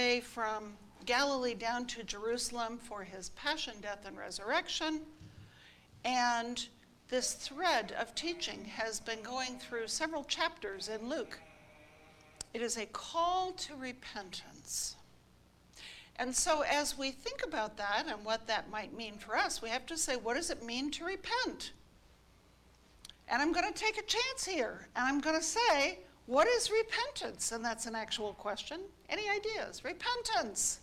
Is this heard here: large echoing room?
yes